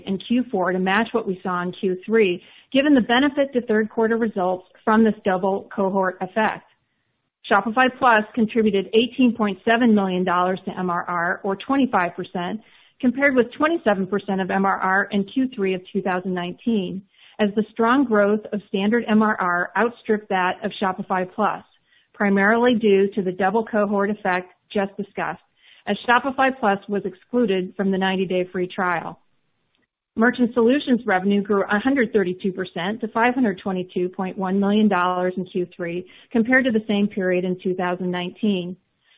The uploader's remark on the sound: (NYSE:SHOP) Q3 2020 Earnings Conference Call